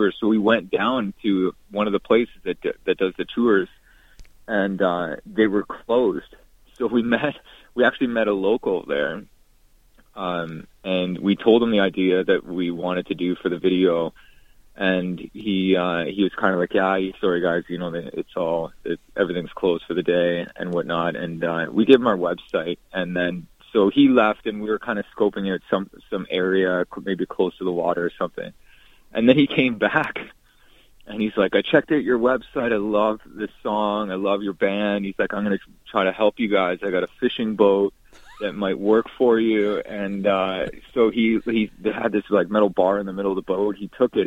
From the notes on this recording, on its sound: on the phone